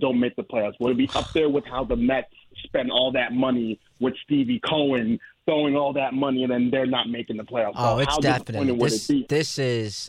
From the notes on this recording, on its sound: takes a ton of your calls